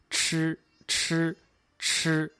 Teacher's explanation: 吃是一个翘舌音，也叫舌尖后音，是我们的舌尖抬起来向前上方，舌尖抵住我们的硬腭